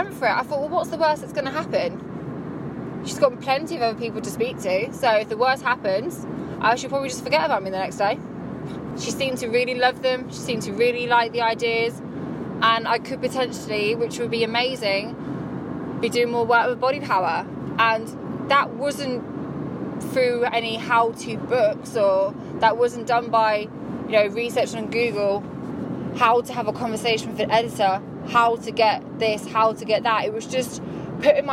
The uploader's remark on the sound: I decided to record this while driving back home